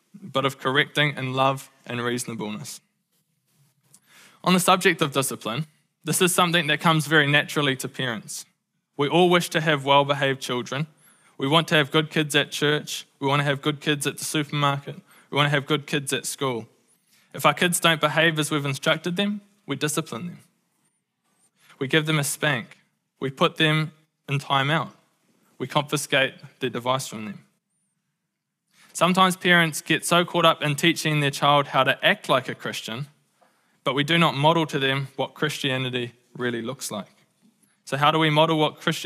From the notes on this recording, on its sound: Recorded at the Hukanui Bible Church morning service on Sunday the 15th of October 2023 during the 10:00 am service.